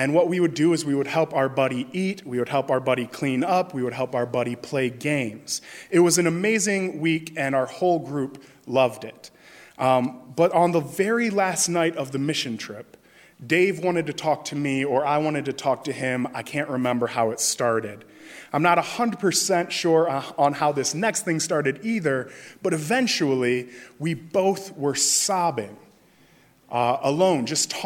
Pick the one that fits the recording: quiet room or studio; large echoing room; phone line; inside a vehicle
large echoing room